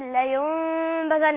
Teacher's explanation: أهي النون الساكنة قلبت ميما · Term: الإقلاب